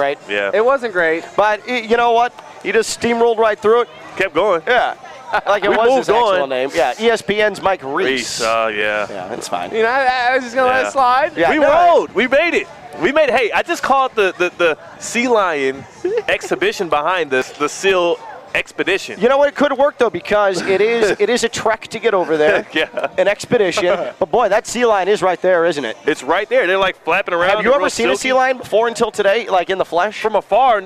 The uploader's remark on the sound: Live from the South Florida Fair!